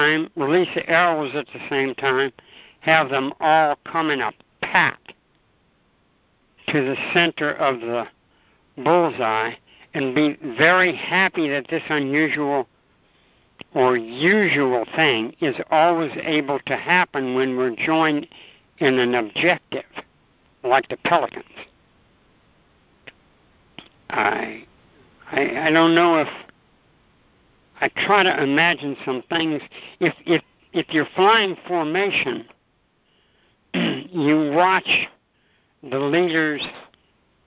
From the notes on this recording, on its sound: ACIM Daily TEXT Conference Call.